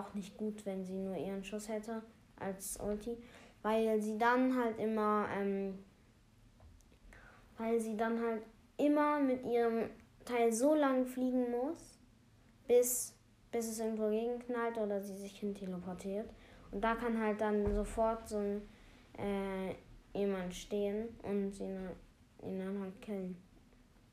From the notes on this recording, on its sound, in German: Sorry wegen den Nebengeräuschen.